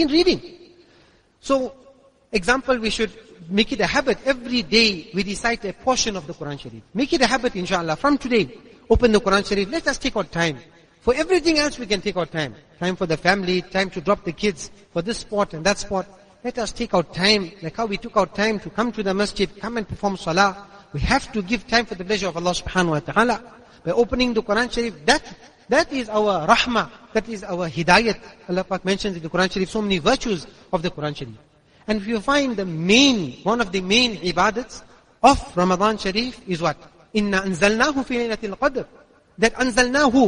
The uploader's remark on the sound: Jumuah lecture at Masjidus Siddique